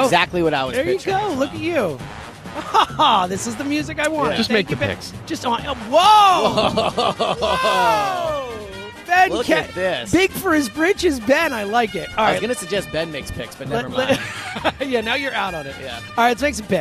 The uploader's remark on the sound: BetParx Radio: Divisional Round Picks Live At Parx Casino.